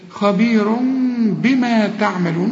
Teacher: هنا رسم لي ضمة وجنبها ميم، أصلها خبير، لكن كل تنوين زي ده بيجي بعده به بيحصل للتنوين إقلاب، فبيقول لي لو سمحت اقلب التنوين خبير إلى ميم واخفيها وغنها